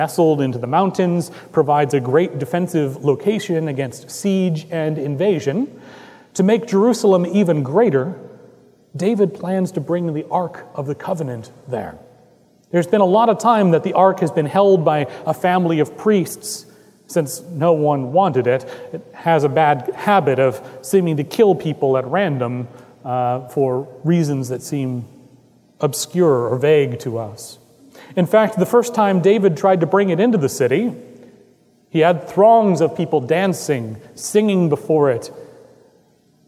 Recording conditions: large echoing room